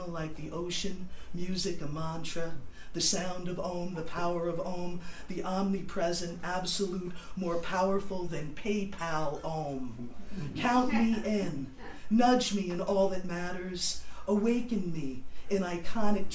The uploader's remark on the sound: Up The River, Issue Three Launch Reading - April 12, 2015